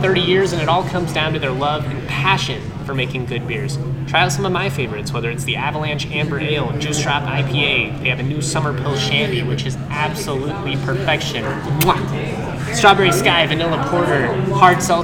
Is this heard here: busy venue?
yes